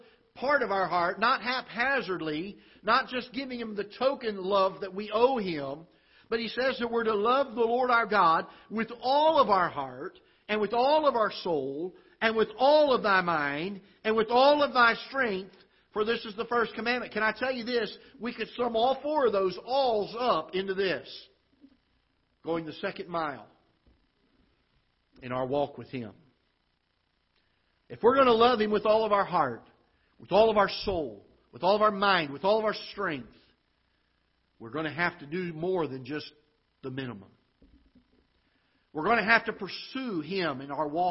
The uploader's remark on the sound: Ketha Heights Baptist Church ~ Live Broadcast